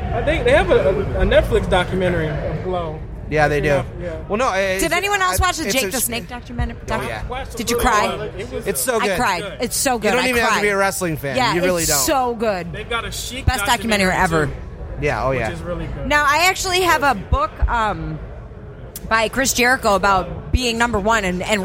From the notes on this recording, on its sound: Podcast Detroit live from Michigan Comic Book Expo